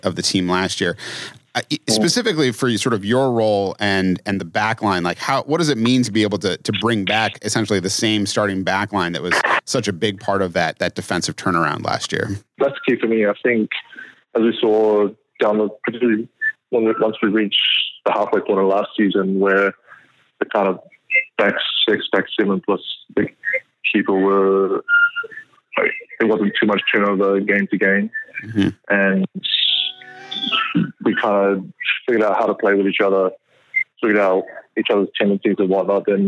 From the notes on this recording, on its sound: phones in from sunny Florida